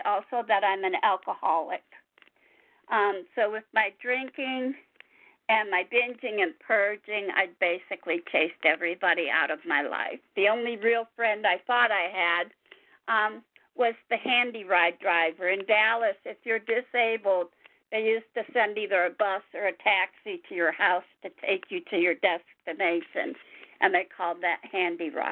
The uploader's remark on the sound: 100 Pounders Phone Meeting